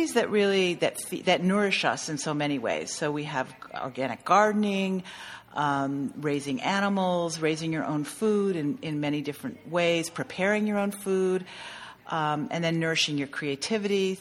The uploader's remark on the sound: We recorded this podcast at Craftcation 2015 in Ventura, California.